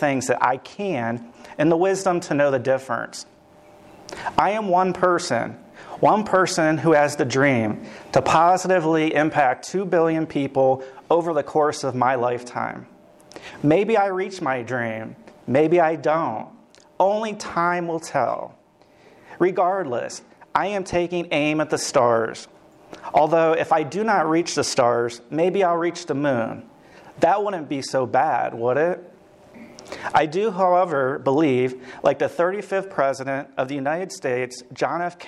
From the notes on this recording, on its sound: LIVE from the quarterly luncheon in September 2021, sponsored by the Hudson Area Chamber of Commerce at the Country Club of Hudson